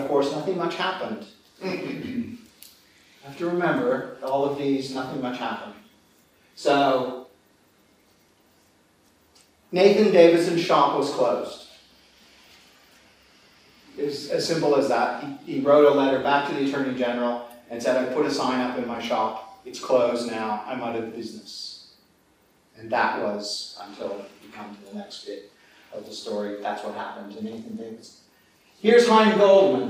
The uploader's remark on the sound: This paper was given on 7 March 2013 at the German Historical Institute London as part of the European Leo Baeck Lecture Series London, 2013.